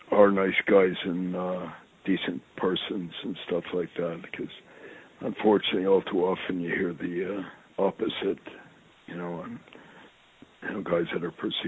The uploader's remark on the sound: I sit down on the phone with my friend